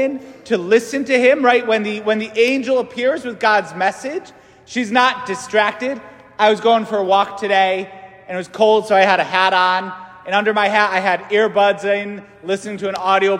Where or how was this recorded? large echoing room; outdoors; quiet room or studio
large echoing room